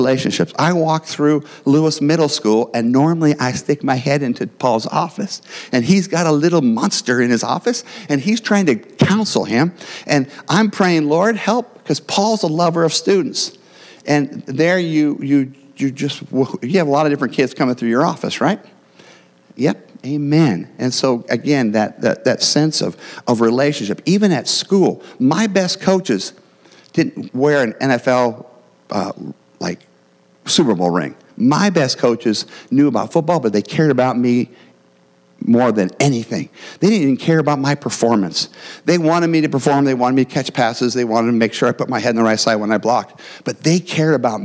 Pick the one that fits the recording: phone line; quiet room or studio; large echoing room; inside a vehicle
large echoing room